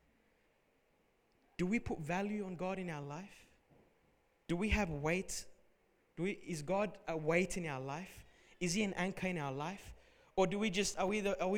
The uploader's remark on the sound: Recorded at Revive Church Melbourne